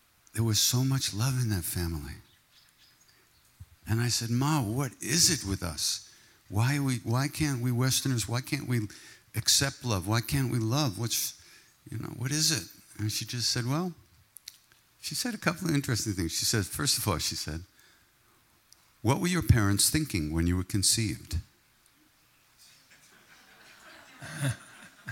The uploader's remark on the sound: Live from the 2018 “ Spring on Maui ” retreat